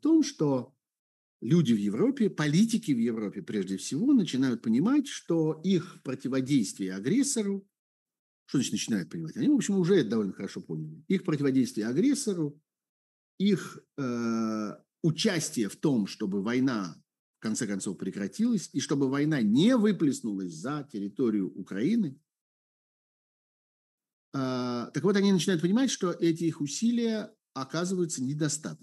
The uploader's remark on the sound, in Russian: Zoom-разговор со зрителями в прямом эфире